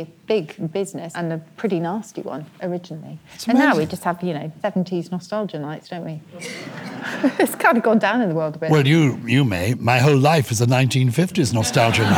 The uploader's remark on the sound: Recorded live at the Fortune Theatre in London. Our lovely audience of Purple People.